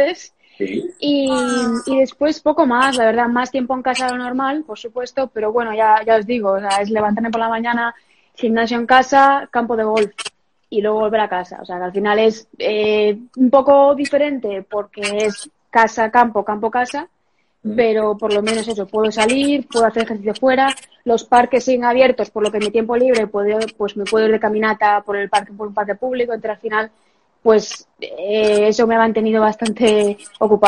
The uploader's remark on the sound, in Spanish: en Instagram Live el 11 de amyo de 2020